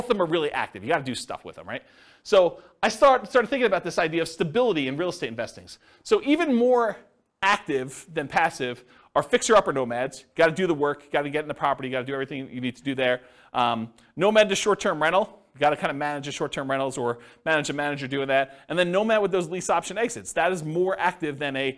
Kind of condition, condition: setting, live audience